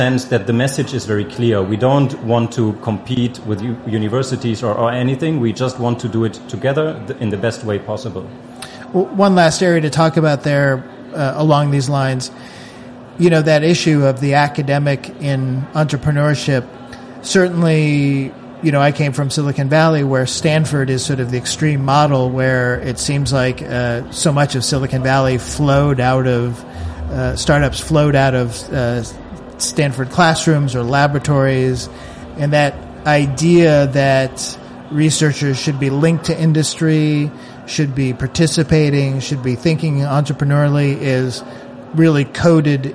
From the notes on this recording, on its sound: This is the latest in a series of conversations from the Slush conference in Helsinki.